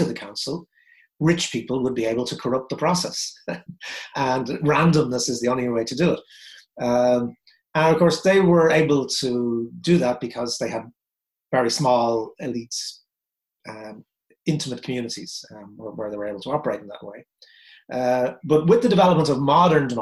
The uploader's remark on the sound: This talk was recorded at the online 5x15 event on 5th August 2020.